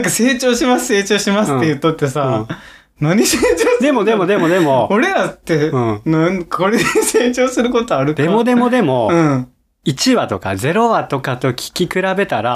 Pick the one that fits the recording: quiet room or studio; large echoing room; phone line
quiet room or studio